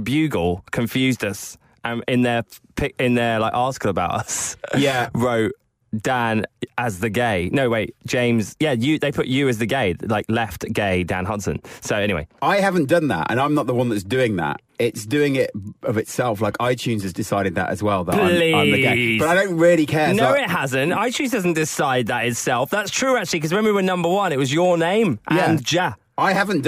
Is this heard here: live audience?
no